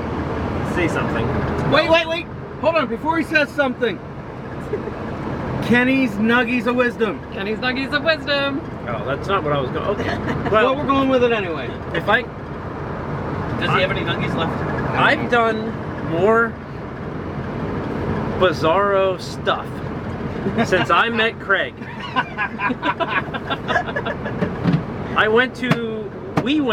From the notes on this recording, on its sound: recording while skydiving!